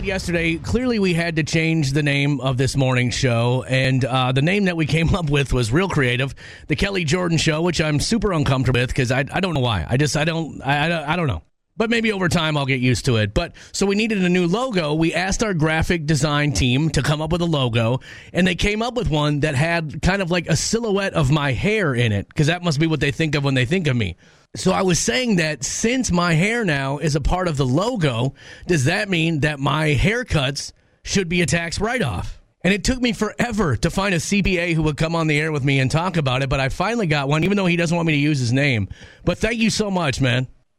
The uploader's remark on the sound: got some really funny phone calls